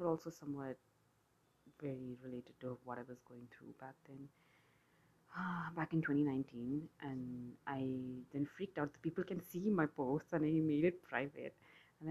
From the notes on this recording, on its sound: This introductory episode is completely imperfect, unscripted rambling, background noise and am I even audible?